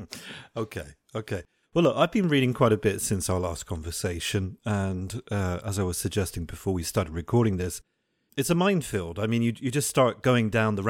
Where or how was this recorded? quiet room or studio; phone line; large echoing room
quiet room or studio